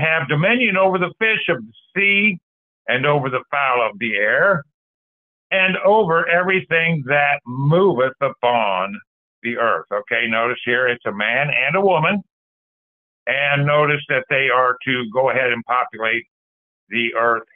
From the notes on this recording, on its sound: Call In Bible Study.